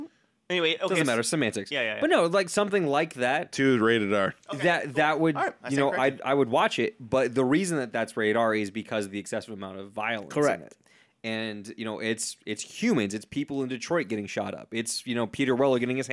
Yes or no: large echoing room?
no